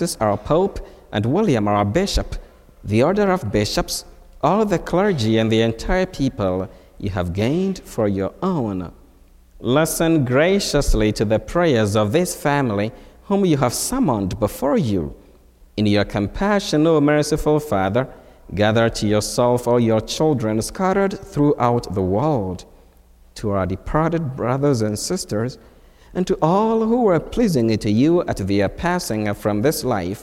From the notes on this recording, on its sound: From Holy Spirit Catholic Church in Creston Iowa.